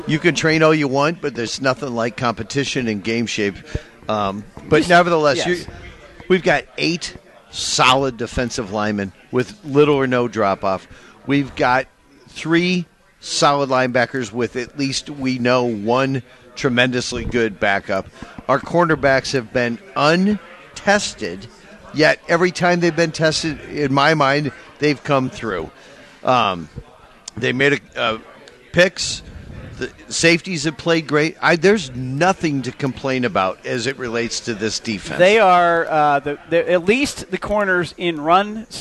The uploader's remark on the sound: the technology challenges of doing the show live at the Chicken Coop in Urbandale